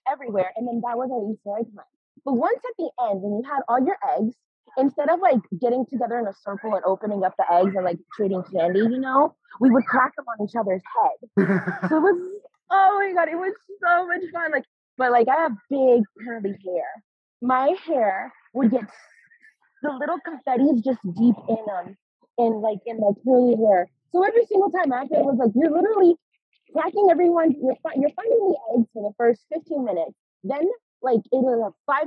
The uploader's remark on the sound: Apologies for the audio, we were tight on scheduling and did this over zoom where one of us was outside.